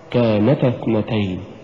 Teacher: الألف تحذف التقاء الساكنين، ولكن دفعة لطيفة لحرف النون يدل على إيجاد حرف محذوف دال على التثنية